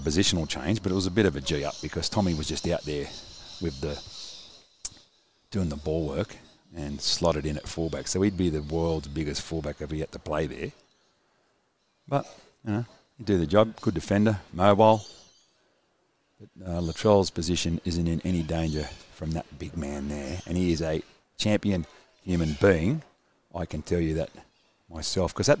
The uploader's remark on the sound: Live from Redfern Oval at the Rabbitohs Captains run.